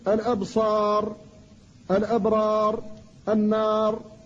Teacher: إذا كان قبلها ألف غير ممان فتقول الأبصار الأبرار النار ونحوها فتقف عليها بالتفخيم